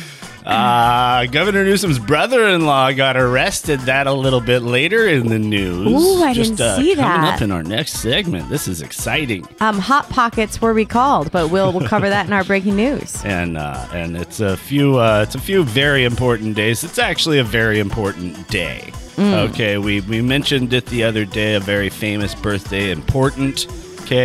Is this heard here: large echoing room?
no